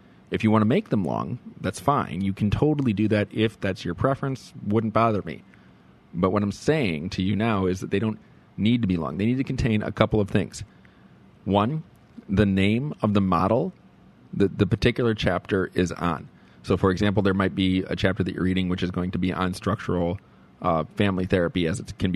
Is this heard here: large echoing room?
no